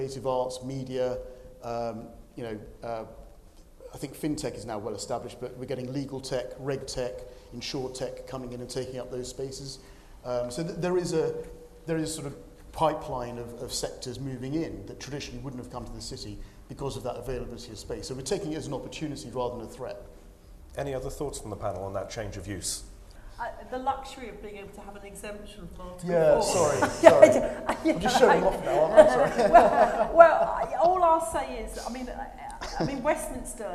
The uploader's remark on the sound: Recorded live as part of a breakfast briefing session at UKREiiF in Leeds in May.